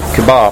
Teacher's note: So the stress is on the second syllable.